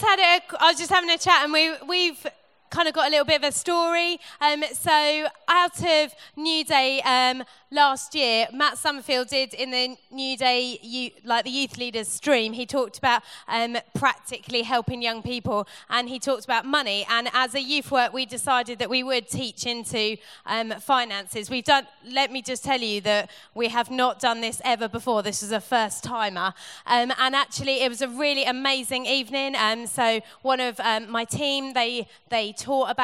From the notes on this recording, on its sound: Recorded at the 2018 Newday Youth Worker's Weekend